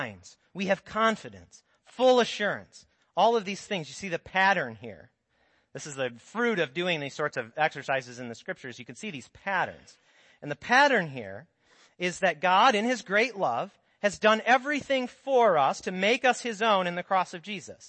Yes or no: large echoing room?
yes